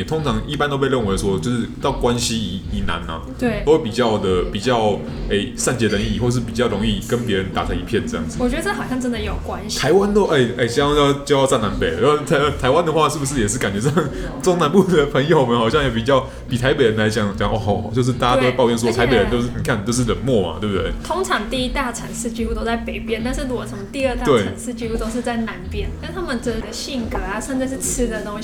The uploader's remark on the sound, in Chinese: 本集白噪音指數：柔風級 3/5。錄音地點： Boulangerie Ours。